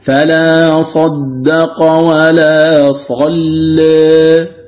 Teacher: قرأ ورش رحمه الله هذه المواضع الثلاثة بترقيق اللام